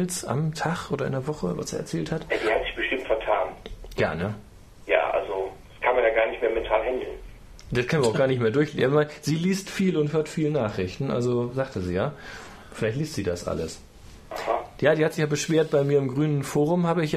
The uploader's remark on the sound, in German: Am Telefon zugeschaltet